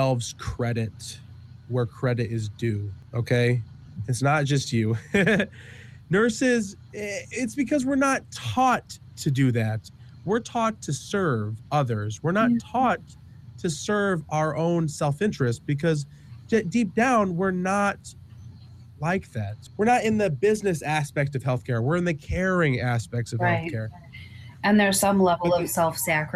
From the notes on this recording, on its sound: almost been struck by a train at some point during this recording